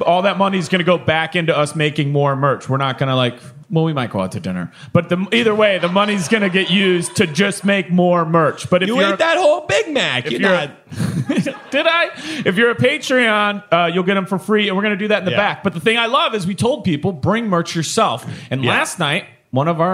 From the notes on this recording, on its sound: This week we come to you live from Red Clay Comedy Festival. From the audience.